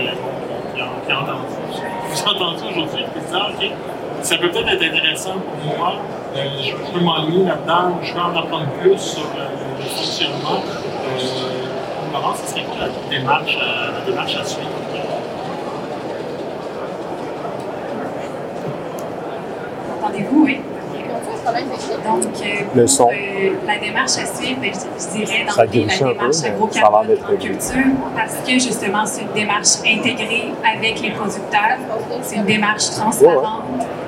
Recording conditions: poor sound quality